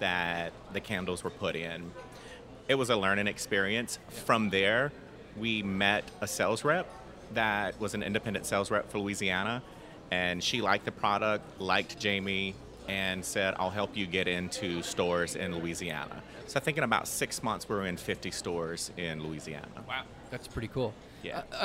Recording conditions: busy venue